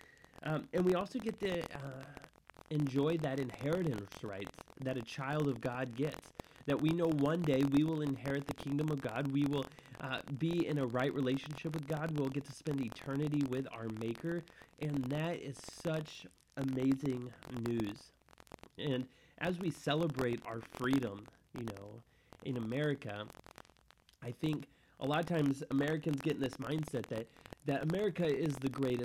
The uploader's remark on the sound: There were some audio issues during this show.